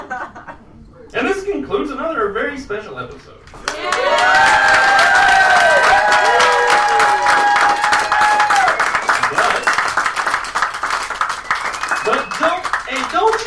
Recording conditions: live audience